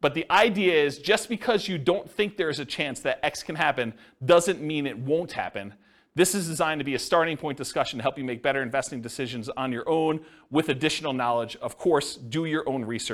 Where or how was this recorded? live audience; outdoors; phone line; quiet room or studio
live audience